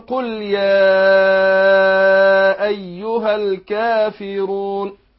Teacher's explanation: فهنا بالمد بنمد اربع حركات في المنفصل. لو هنمد المنفصل هنقول قل يا ايها الكافرون.